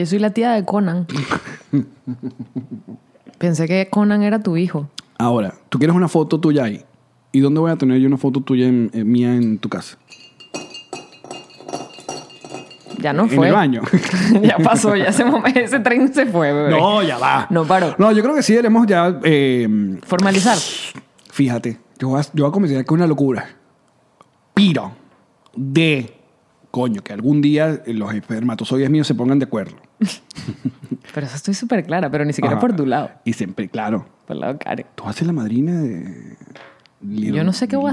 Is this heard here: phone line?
no